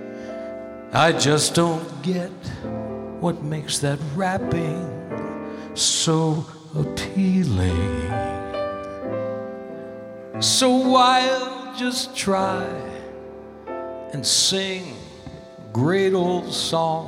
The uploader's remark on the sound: Live at the South Point Casino